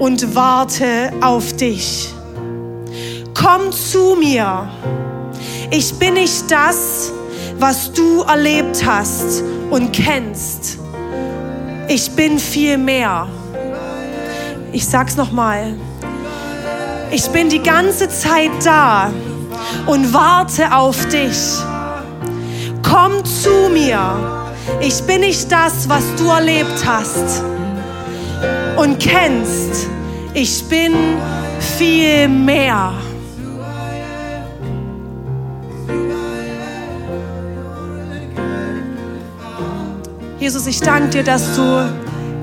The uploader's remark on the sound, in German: Audiomitschnitt der Predigt